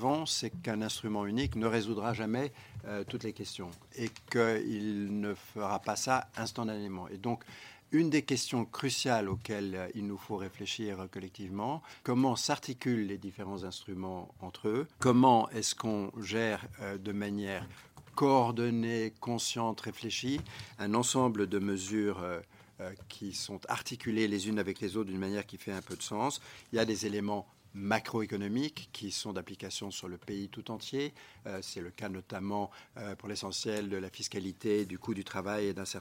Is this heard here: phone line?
no